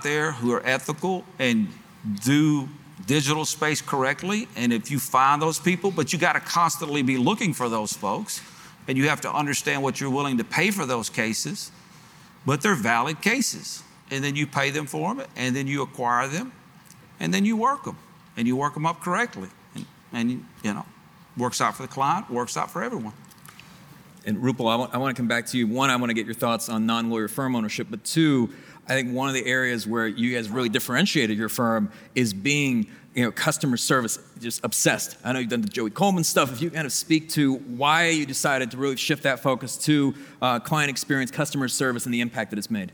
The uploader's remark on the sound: LIVE from the Game Changers Summit 3